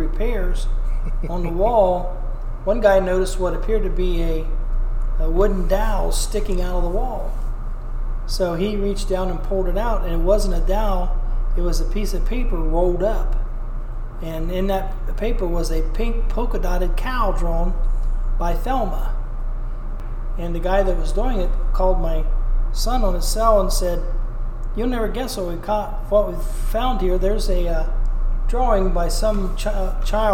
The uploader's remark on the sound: An old chapel church built and formed by a family of settlers from England in rural Ohio. We recorded this story on location and with these old wooden churches it can be met with some bouncing audio which we knew going in could be the case but it was a must for us to do this episode at the actual church. With echo and occasional sounds of the furnace.